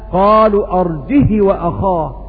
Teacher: قالون يقرأ بقصر الهاء